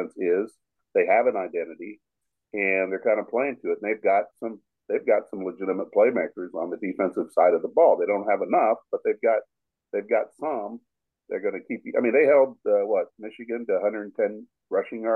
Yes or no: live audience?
no